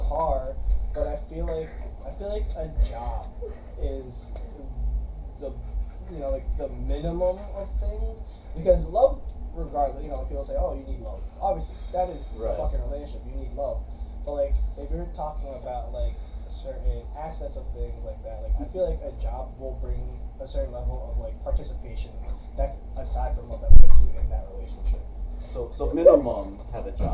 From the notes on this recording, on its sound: Featuring poor audio quality.